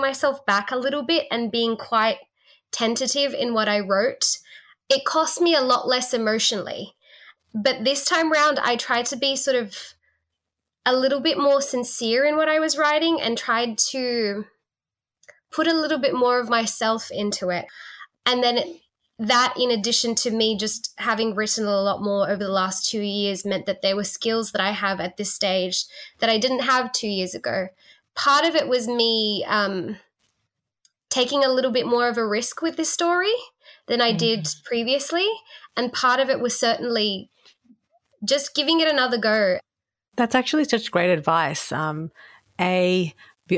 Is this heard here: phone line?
no